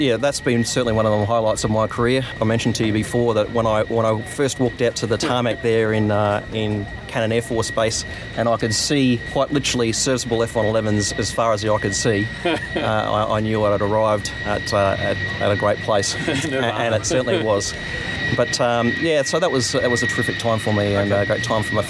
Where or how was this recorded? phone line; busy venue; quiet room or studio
busy venue